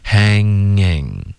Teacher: would you stop hangOK，后面更难 hang 跟 in，大家注意有一个 hanging 的一个连读，这是一个后鼻音 hang 再连到 ing